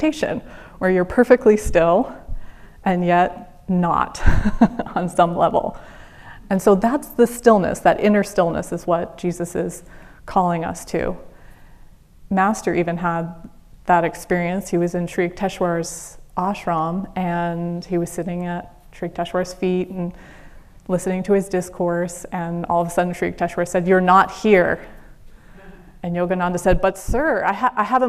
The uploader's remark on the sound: Sunday Service talk recorded at Ananda Village on May 7th 2023